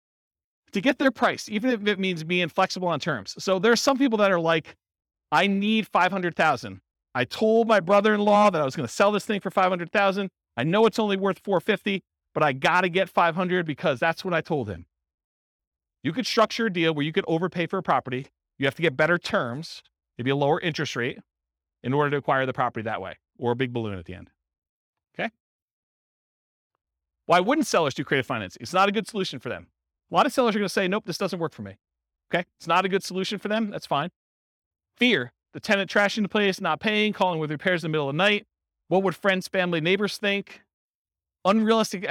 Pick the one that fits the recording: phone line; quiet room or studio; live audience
live audience